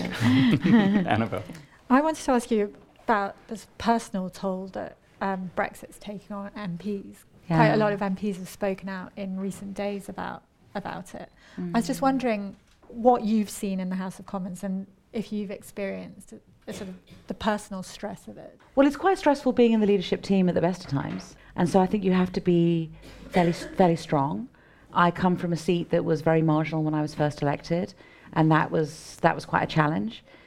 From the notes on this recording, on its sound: The show was recorded on Sunday in London in front of an audience at Podcast Live, an event that brought together political podcasts from around the U.K. We haven’t had time to tidy up the audio as much as we usually do for our regular episodes.